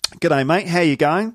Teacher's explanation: Kind of going up at the end of a sentence. · Term: rising intonation